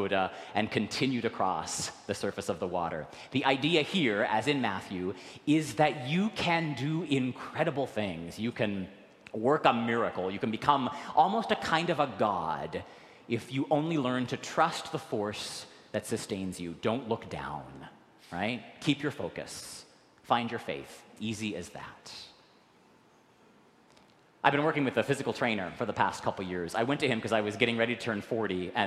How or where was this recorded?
large echoing room